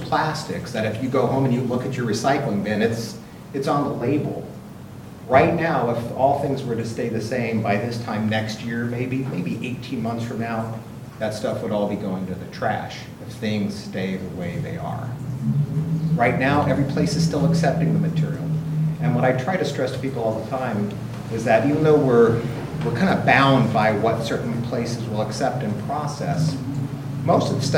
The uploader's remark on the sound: Live recording of the Astoria City Council Meeting held May 21, 2018.